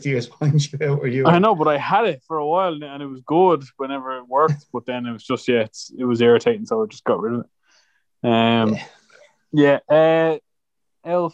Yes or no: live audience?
no